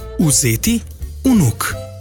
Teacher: zlasti pri počasnem govorjenju govorimo tudi U.